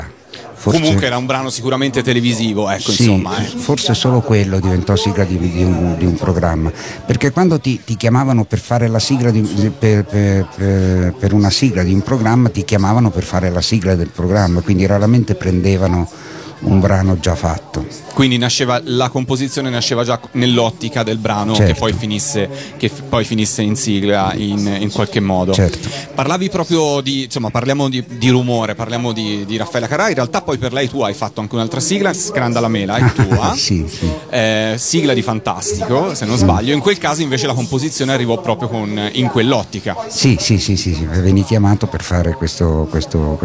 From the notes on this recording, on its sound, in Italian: Una intervista a tutto tondo, realizzata a San Marino Comics